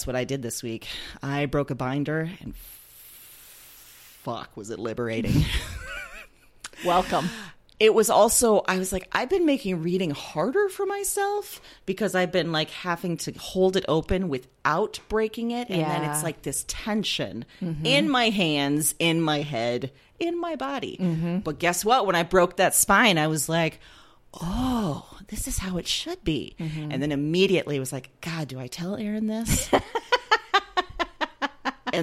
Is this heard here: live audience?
no